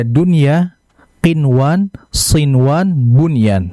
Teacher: Maka dari sisi bacaan harus dibaca idhar mutlak. Nunnya dibaca jelas.